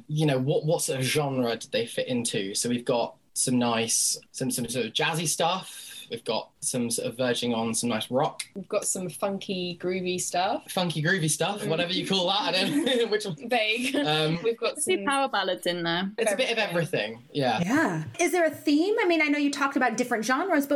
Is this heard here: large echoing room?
no